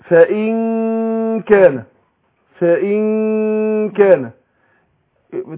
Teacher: أنا بخفي النون في نفسها وبعدين أنطق الإيه الكاف، كيف تخرج من اقصى ايه اللسان. فانا هخفي النون في نفسها، اقول ايه فان كان. · Term: إخفاء النون عند الكاف